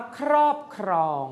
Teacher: วิธีการที่คุณครูออกเสียงคือต้องออกเสียงเหมือนมีรออยู่เสมอ · Term: คำควบกล้ำ